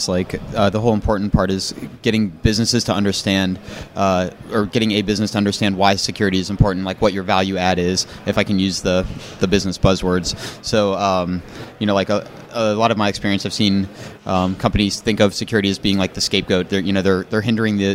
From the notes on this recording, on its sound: Backstage at THOTCON 0x3. I was listening to some of the conversations and talks being given at Chicago's very own THOTCON 0x3.